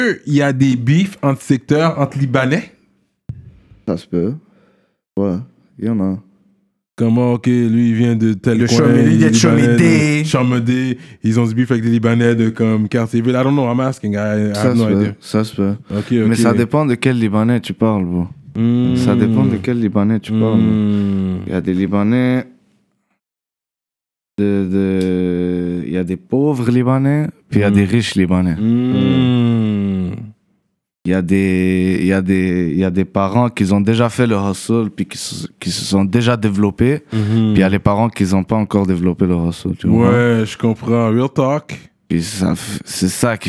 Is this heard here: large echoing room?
no